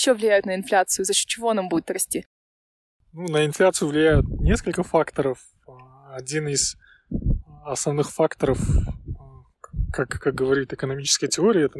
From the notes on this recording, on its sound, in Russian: Горный ветер немного подпортил качество звука, но надеюсь, вы нас услышите